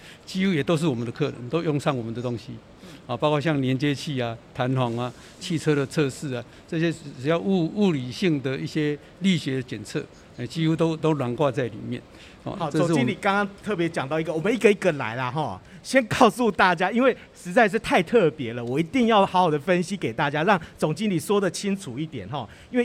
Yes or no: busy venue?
yes